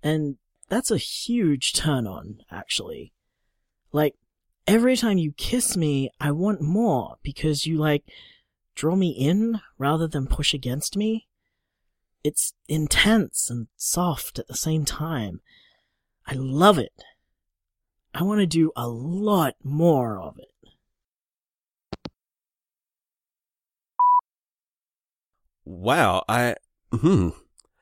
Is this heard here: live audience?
no